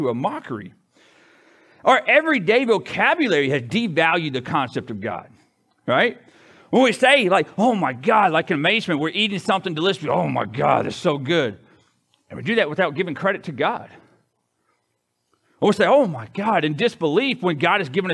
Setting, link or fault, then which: setting, large echoing room